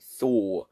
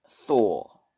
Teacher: So British, they don't have R sound. They don't put R sound. · Shown in: second take